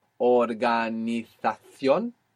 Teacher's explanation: So you have a word like organization, that Z as well is going to sound like an S or a th